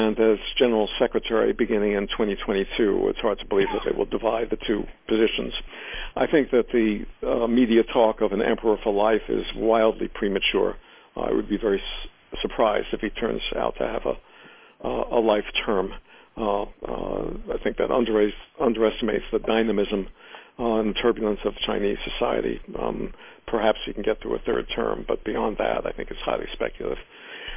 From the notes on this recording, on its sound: In this brief excerpt from the teleconference